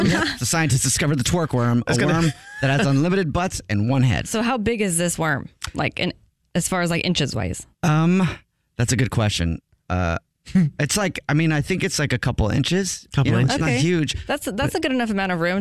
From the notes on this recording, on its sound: A Phone Prank.